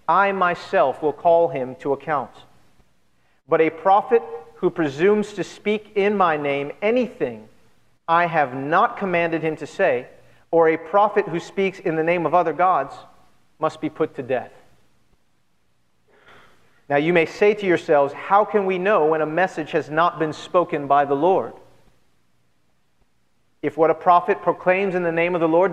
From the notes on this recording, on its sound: at Redemption Hill Church on Sunday, July 4th, 2010.